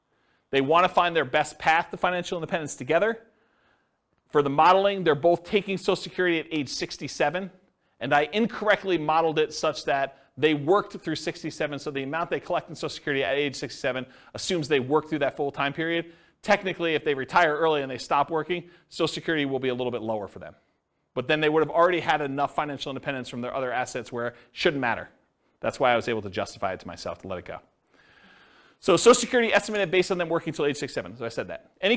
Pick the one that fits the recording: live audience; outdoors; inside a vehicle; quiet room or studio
live audience